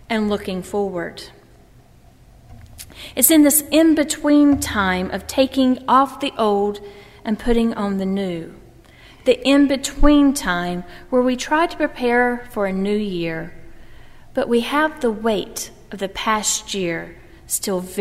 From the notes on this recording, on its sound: during the Heritage service on Sunday, December 27, 2015, at First Presbyterian Church of Arlington Heights, Illinois.